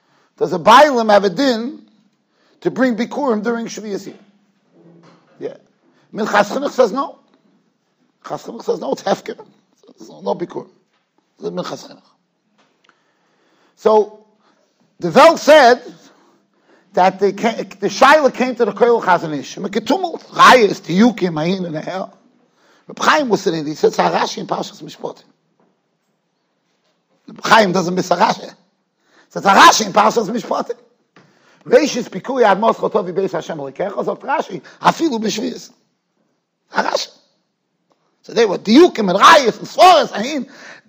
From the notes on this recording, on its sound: Shiur recorded in Yeshivas Ohr Reuven, Monsey, NY.